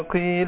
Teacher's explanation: ألف القاف هنا، القاف مكسورة، القاف لما تكون مكسورة تاخد أدنى درجات تفخيم